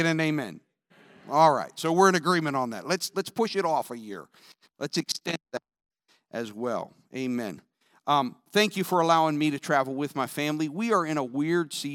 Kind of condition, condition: setting, large echoing room